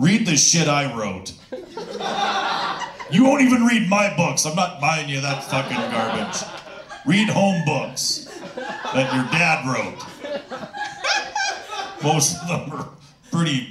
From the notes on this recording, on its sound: Take over "One Night Stand-Up" and perform for a live audience!